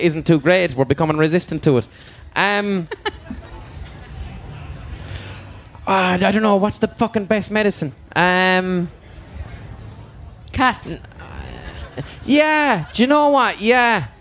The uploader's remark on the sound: Live from Electric Picnic 2019